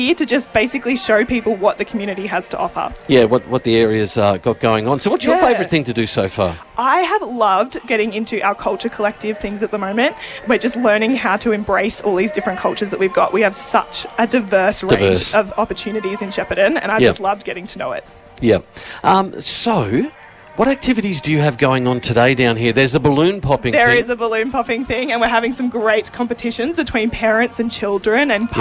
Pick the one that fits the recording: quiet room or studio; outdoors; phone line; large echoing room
outdoors